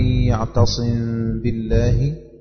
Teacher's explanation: يعتصم بالله لابد من الإخفاء ومعه الغنة · Term: إخفاء شفوي